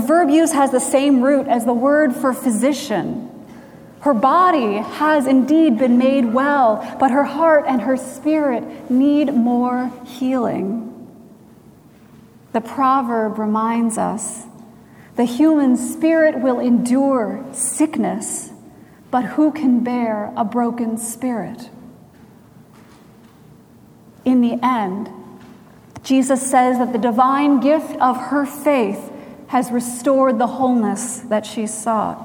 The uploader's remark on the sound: Recorded June 25, 2017 at Trinity Presbyterian Church in Bixby, Oklahoma